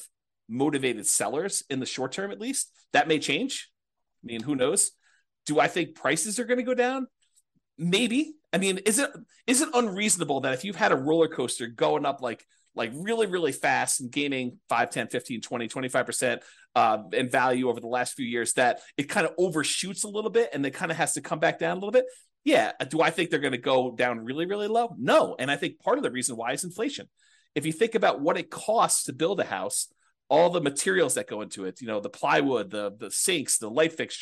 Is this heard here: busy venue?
no